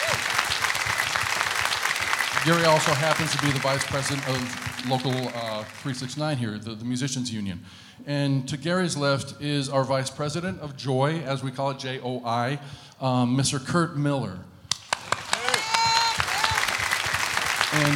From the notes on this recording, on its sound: Live at the SouthPoint Casino